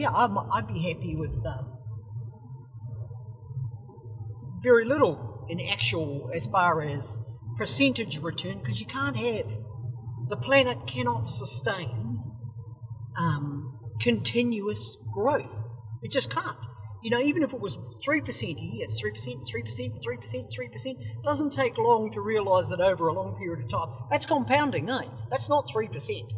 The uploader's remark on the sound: The sound may be a bit weird, as it was recorded on the go in the car going to Uawa.